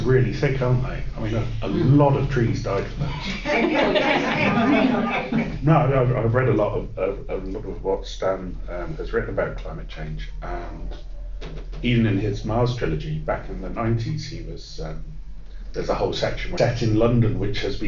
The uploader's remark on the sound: Recorded at Bristol Con 2021. Recorded at Bristol Con 2021.